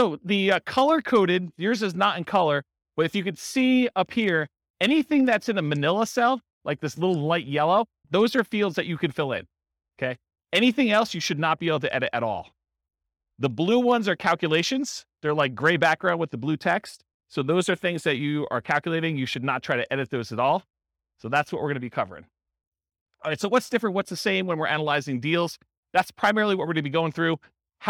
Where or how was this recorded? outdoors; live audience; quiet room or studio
live audience